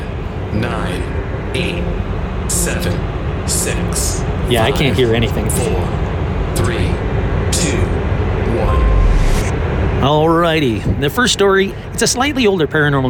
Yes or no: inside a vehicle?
yes